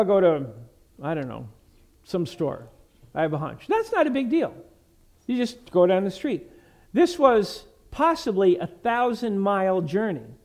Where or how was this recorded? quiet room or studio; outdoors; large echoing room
large echoing room